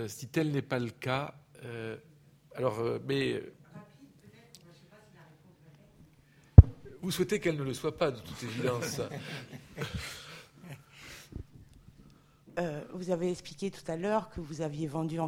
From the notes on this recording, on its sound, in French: Intervention enregistrée le 11 avril 2016 à l’occasion du colloque « Ce qu’exposer veut dire 4° édition »